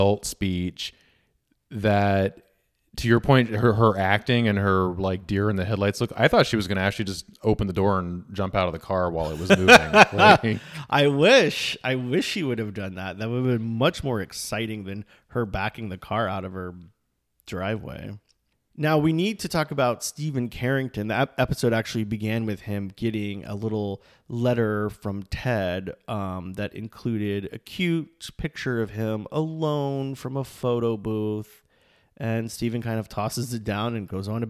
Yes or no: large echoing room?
no